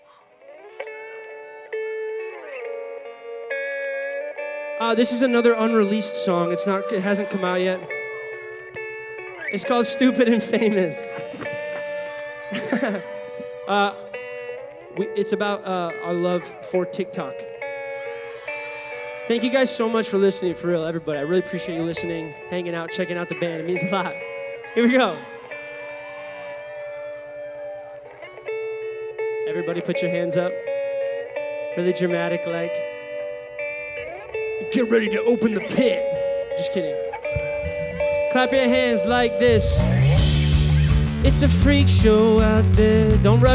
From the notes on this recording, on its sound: Now live from Winona State University in Winona, MN